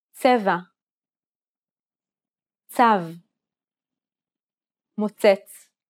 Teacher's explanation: This consonant sound is like a combination of a T and an S sound. It starts off as a T sound, but ends with an S sound.